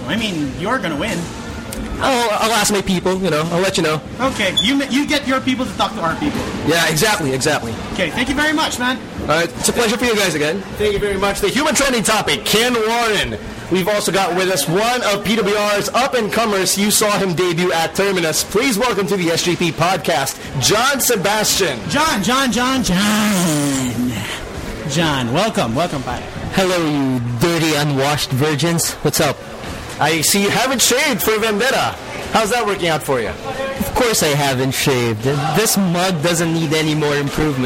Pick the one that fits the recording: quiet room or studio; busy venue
busy venue